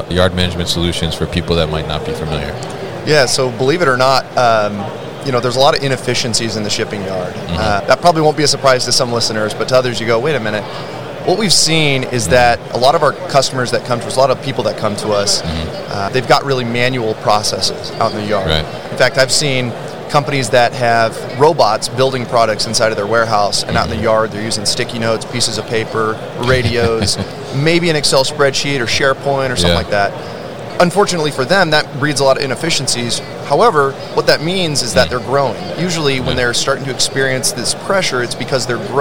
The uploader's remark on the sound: Yard Management Solutions at MODEX 2022